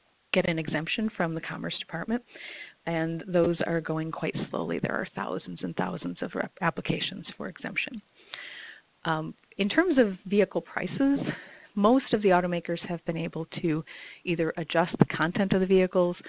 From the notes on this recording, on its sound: For a conference call.